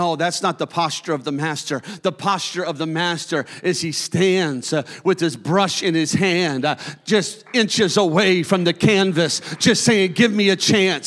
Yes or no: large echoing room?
yes